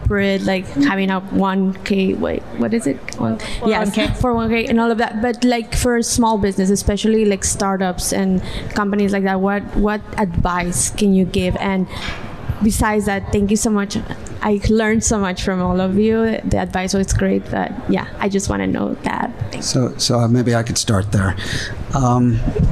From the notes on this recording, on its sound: LIVE PODCAST (recorded 1.30.20) at the magical #metroburb, Bell Works of Holmdel, NJ